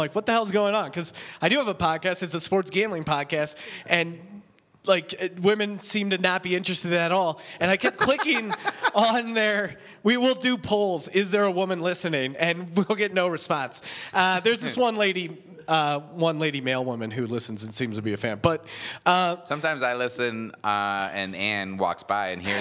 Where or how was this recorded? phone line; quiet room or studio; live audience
live audience